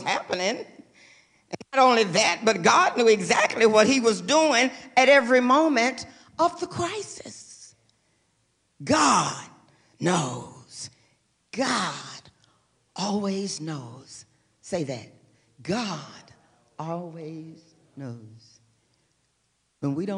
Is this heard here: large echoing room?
yes